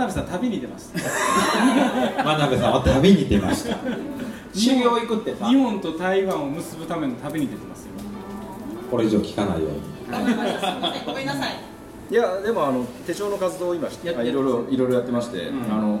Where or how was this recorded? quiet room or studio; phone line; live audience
live audience